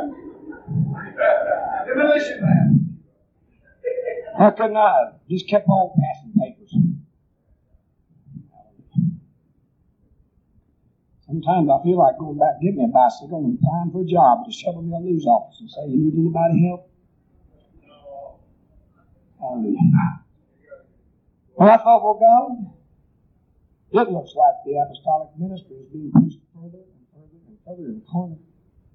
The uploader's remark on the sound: preaches at West Palm Beach Conference in 1976